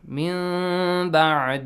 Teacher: That is the sign of applying the rule iqlab. Changing noon to meme sound.